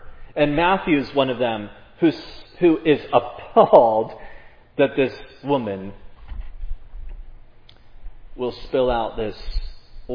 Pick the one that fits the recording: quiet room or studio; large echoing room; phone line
large echoing room